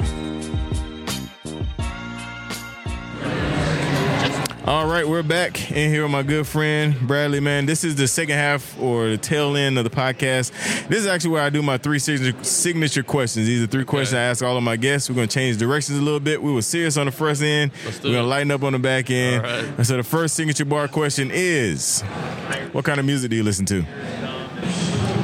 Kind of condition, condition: setting, busy venue